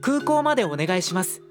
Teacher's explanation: Los sonidos U y O en KUKO se pronuncian alargados.